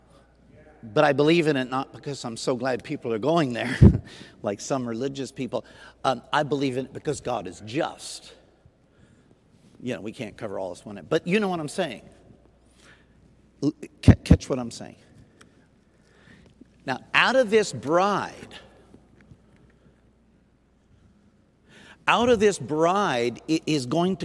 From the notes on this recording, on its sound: Sunday Night Recorded at Southtowns Christian Center.